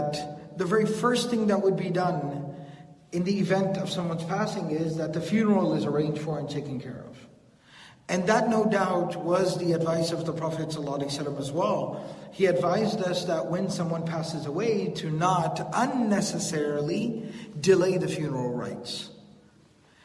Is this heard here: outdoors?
no